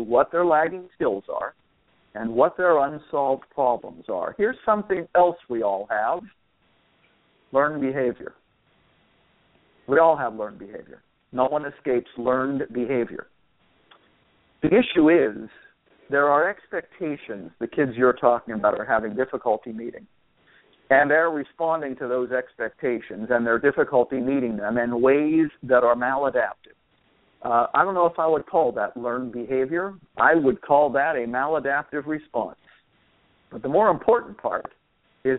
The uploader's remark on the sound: a dad called in to provide us with an update